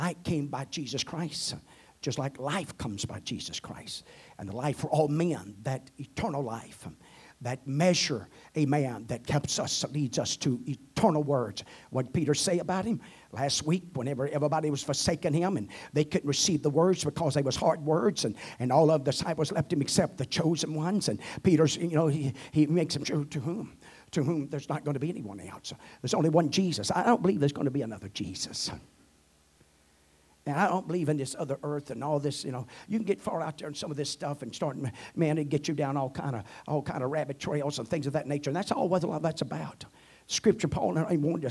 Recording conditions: large echoing room